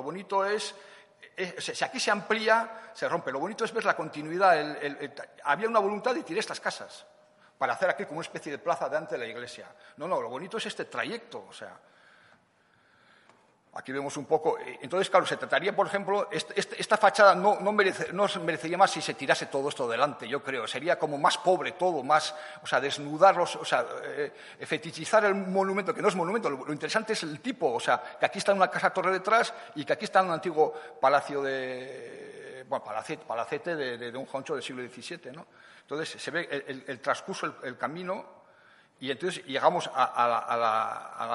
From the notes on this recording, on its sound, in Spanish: La mesa redonda tuvo lugar el 23 de mayo de 2017 dentro de la jornada titulada “Actuaciones arquitectónicas en el Patrimonio edificado” en el Museo San Telmo.